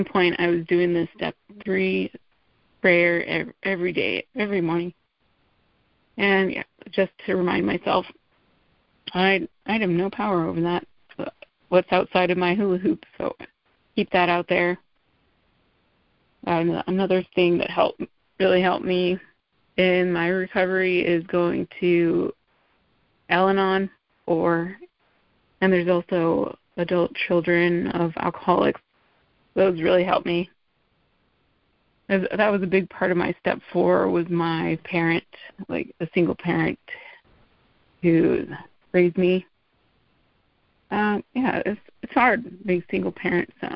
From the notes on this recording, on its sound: Lead at MAWPM's "Saturday Night Live" meeting. MA Meetings by Phone.